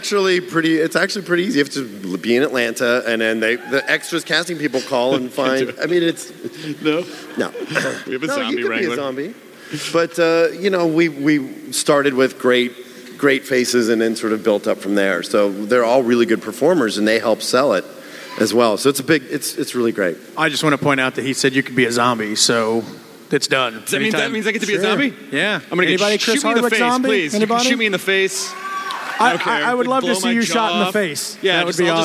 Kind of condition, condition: setting, live audience